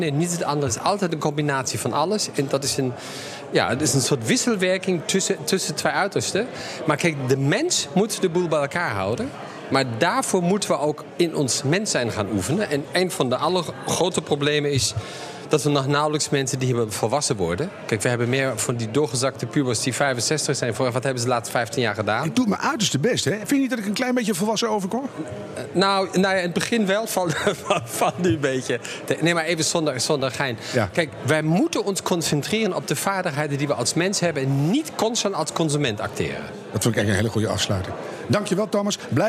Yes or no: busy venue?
yes